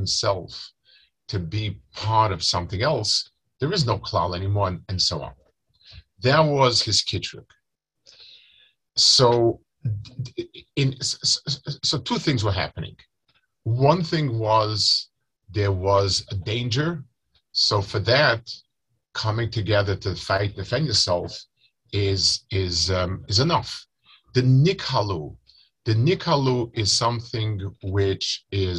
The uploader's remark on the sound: Delivered over Zoom to Chullin Chaburah.